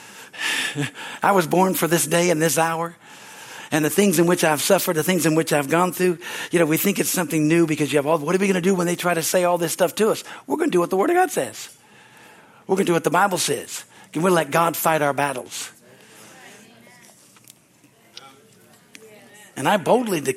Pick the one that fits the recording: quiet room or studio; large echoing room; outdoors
large echoing room